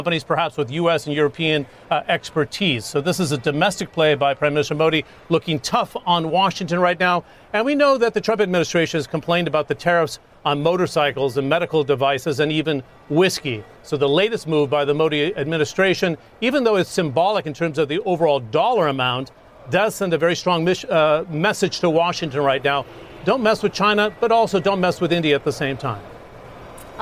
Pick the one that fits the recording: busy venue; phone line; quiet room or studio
busy venue